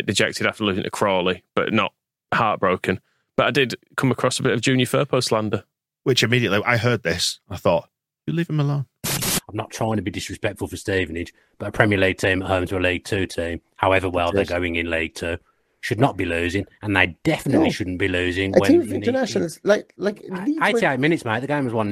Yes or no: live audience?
no